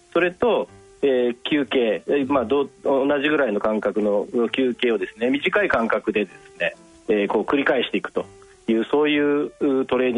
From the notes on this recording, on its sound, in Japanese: 電話インタビューの模様をお聞きいただきます。尚、この音声は、オンエアーでは放送してない部分を含め配信しております。